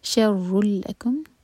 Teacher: تنوین کے بعد لام، ادغام بغیر غنہ کا